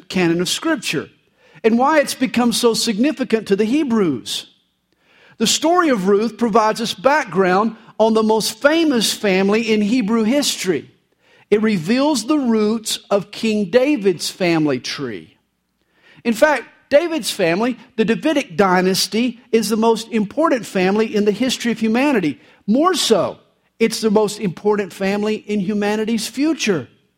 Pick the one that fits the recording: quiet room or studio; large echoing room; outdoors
large echoing room